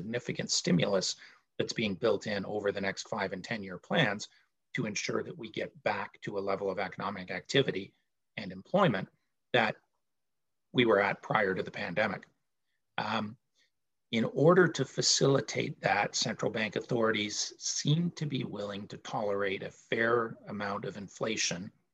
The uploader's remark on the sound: Recorded from The Great Canadian Aftermarket Trade Show Live Virtual Conference Session